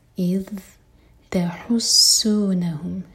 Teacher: ہا حلق سے سین پر سیٹی والی آواز اور نون پر زور دیں گے